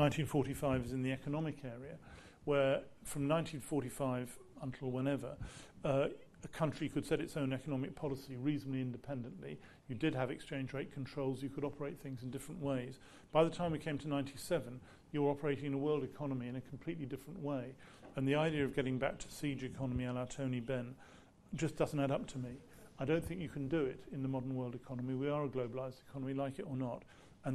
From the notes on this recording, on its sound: Recorded live at the St James Theatre.